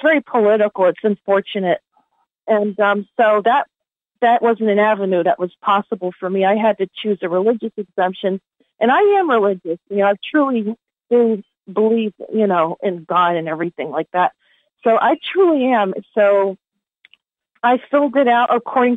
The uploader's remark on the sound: Conference Call LIVE